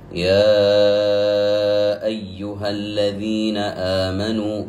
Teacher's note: مقدار المد هو 4 حركات، وقد سبق أن بينا أن مقدار أو معيار الذي يحسب به المد هو مقدار بسط الأصبع وخفضه. · Term: المد المنفصل